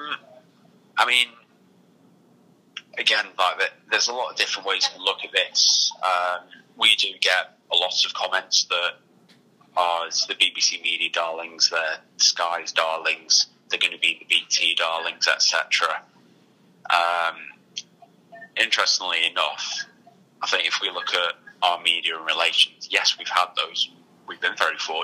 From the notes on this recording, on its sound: Telephone interview